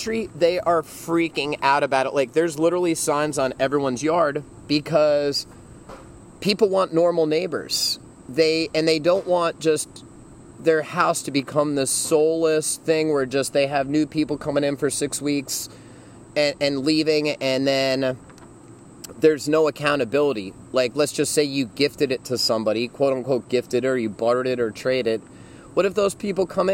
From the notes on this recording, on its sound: Episode 25 was the first (and probably the last) show to be recorded outdoors. Thought it would be cool to record Episode 25 near a van down by the river. During post-production, however, I discovered why most folks record podcasts inside. Way less ambient noise from chickens, roosters and rustling leaves.